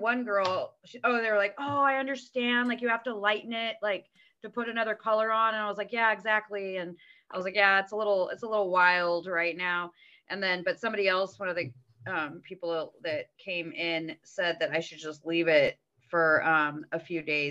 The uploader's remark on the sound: We had to ZoOm call this week